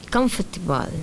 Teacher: Vamos a quitar esa segunda O de comfortable